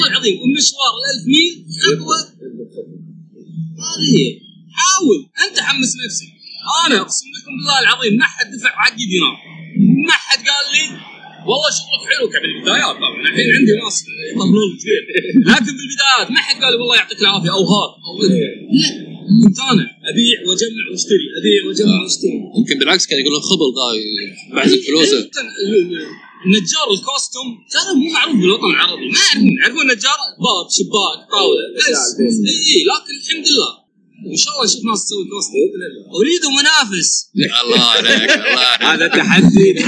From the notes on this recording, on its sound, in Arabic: سجلنا الحلقة من وسط معرض ميكرفير الكويت ولذلك ستسمعون بعض الازعاج في الخلفية ، فالمعذرة على الجودة المنخفضة للتسجيل.